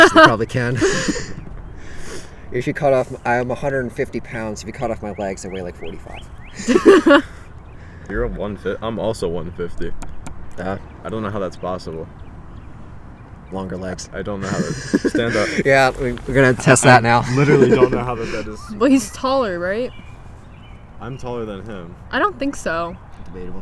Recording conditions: wind noise